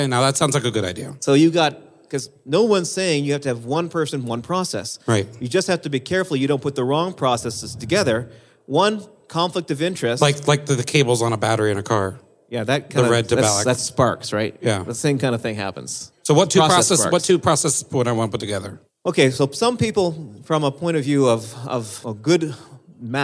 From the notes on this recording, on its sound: Live From Pink12